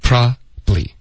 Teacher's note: 首先 probably 这个字一般都会弱读为两个音节在口语中